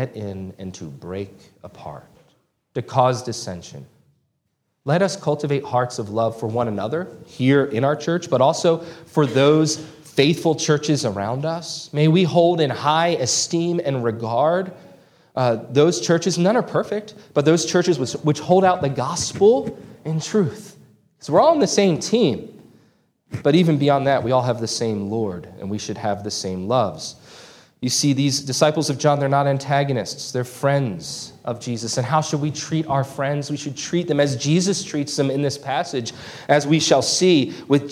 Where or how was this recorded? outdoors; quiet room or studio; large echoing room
large echoing room